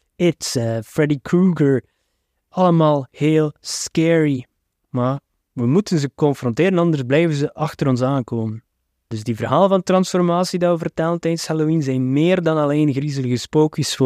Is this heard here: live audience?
no